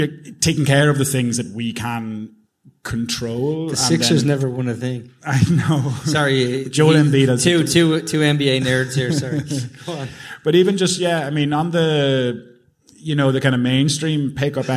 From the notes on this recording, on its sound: Live at the Sugar Club. Part 2 of our recent live show in the Sugar Club.